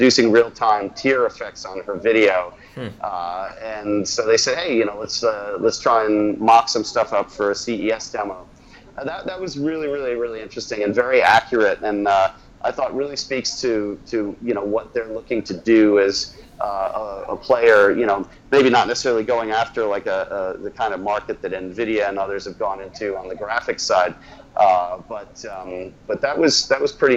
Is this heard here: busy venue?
yes